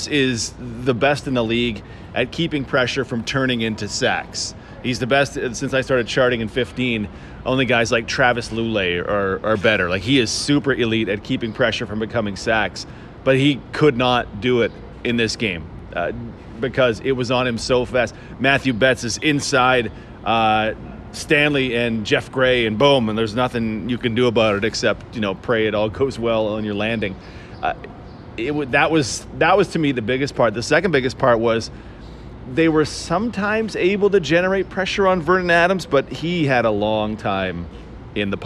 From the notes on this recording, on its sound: Live from Blue Bomber practice